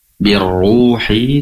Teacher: ro-nya bertasydid sekaligus juga dhammah, tentunya dibaca tebal. Birruhi ru mad tabi'i hinya pendek.